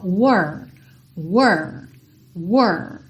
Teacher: esse R, você vai pensar nele com a língua enrolada